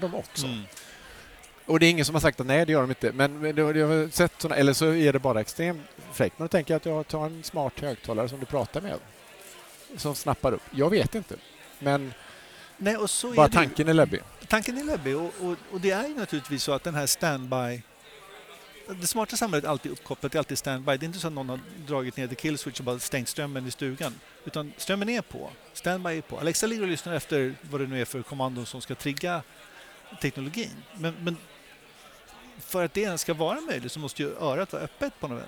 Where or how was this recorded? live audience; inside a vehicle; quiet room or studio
live audience